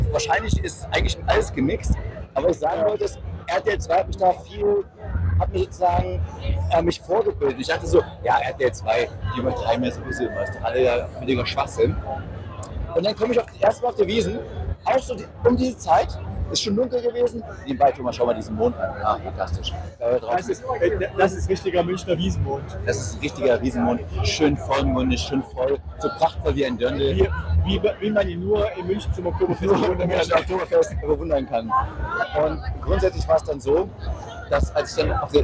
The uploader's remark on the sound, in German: Demotape 80s-Vintage-Soundqualität